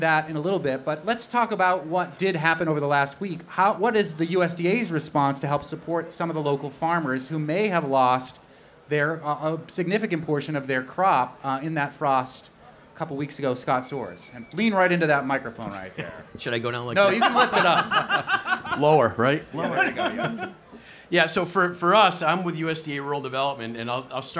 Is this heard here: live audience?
yes